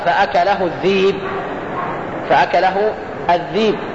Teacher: فهنا قد تستبدل الهمز بياء